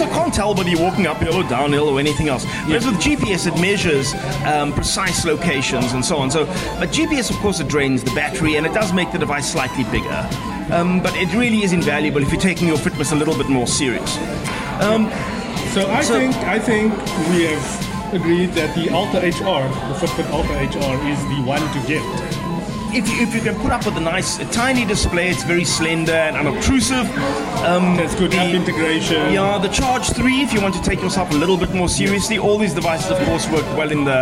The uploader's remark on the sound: back at Brownies&Downies during the lunchtime rush and try to spin the ambient noise as a podcast feature